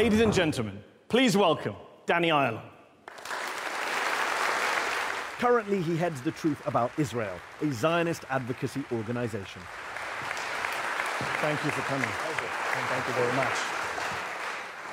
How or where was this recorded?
live audience